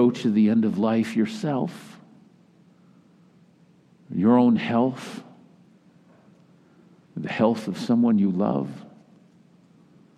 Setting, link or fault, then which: setting, large echoing room